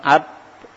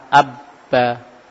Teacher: Berarti di situ huruf ba itu keluar dari huruf yakni bibir safah, dari bibir. Ketika kita mengucapkan ab, berarti bibir kita tertutup. Dari situlah keluarnya huruf ba. Begitu pula ketika kita fathah abba, di situ tertutup dua bibir kita, maka di situlah makhraj huruf ba.